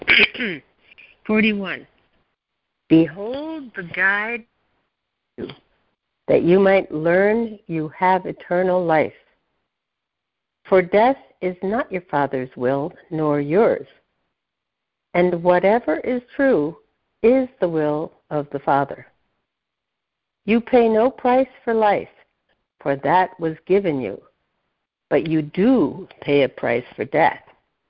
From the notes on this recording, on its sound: ACIM Daily Conference Call